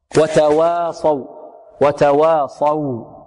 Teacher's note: الصاد مفخمة والواو التي بعد الصاد ماذا؟ مرققة. وتواصوا، وتواصوا، والألف التي بعد الواو الأولى مرققة، تواصوا.